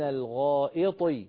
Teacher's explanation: فخمي الطاء يا أختي الكريمة، فخمي الطاء من الغائط · Term: تفخيمها